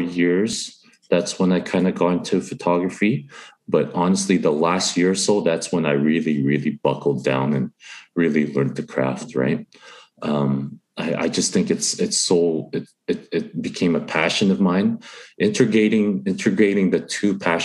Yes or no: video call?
yes